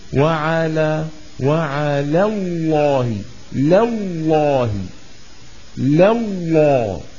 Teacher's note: لام على تبقى رقيقة، ولام لفظ الجلالة تبقى مفخمة